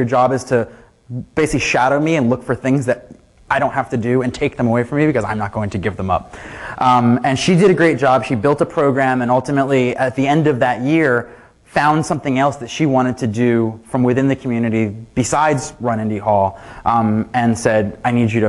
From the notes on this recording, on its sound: Keynote from "Queen City Merge" conference (full recording, unedited). At the closing keynote from this 2012 conference for the creative community in Cincinnati, Ohio.